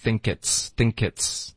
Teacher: Think 跟 it's 需要连读，think it's thinkit's